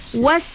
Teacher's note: Bunyikan sofir pada sin.